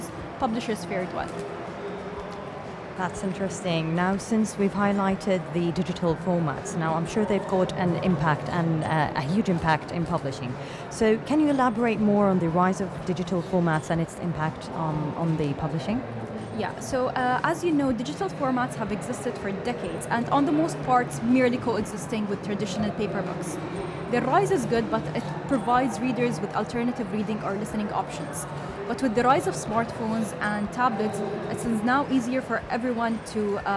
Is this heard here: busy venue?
yes